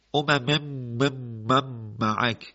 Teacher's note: ما اگر اینجا بخوایم تعداد میم رو بشمریم میبینیم که 8 میم درست شد برای ما، و اگر ما بینیمون و مجراش رو ببندیم این میم ها ادا نمیشن